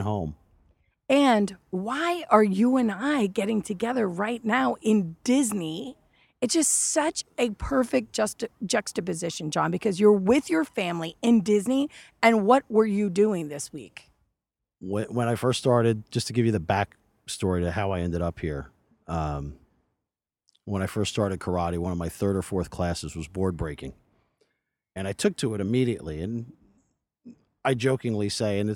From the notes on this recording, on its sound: Live from the Road. On the grounds of a Disney resort.